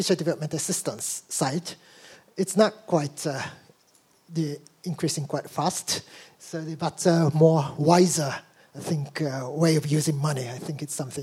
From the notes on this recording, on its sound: A La Trobe Asia event supported by the Consulate General of Japan in Melbourne Recorded at State Library of Victoria on 11 November 2019.